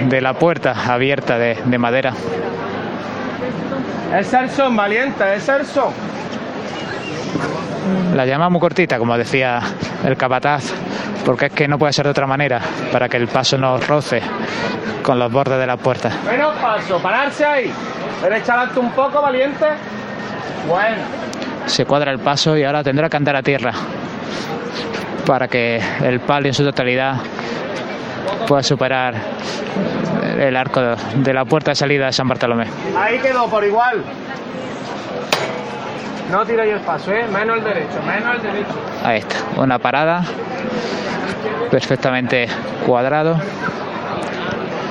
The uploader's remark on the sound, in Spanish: La Congregación de la Vera-Cruz pide venia en el palco de toma de horas. Hablamos de la Vera-Cruz desde nuestro balcón mientras nos llegan y escuchamos sonidos de Jesús Preso en la Plaza de la Constitución. Escuchamos levantá del palio. Comentamos mientras escuchamos los sones.